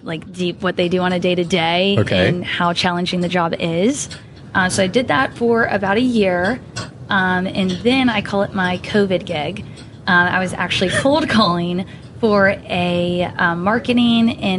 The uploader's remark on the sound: Live from ASCII Edge